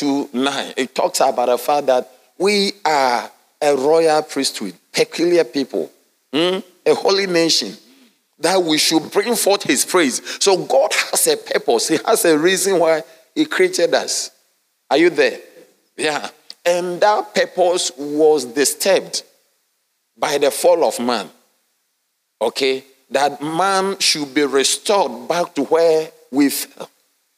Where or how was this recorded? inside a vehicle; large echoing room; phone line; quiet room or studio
large echoing room